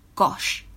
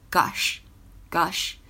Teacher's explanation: 实际上在英式英语当中呢，读的是短元音的 o，gosh。编成美音呢，会有一些偏向长元音啊的感觉。 · IPA: [gɒʃ]/[gɑ:ʃ]